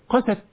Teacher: قست التاء المهموسة، قست هكذا قلوبكم